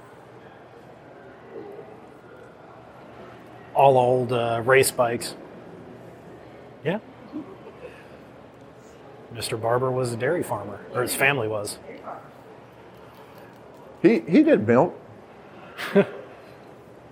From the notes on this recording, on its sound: Live from Barber Motorsports Museum.